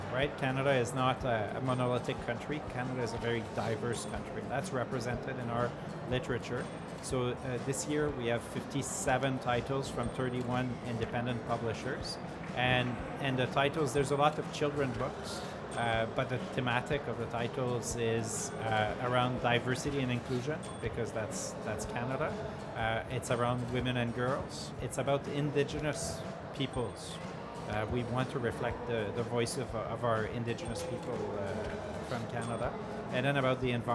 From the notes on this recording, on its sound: Live interview from SIBF 2022. Live from SIBF 2022.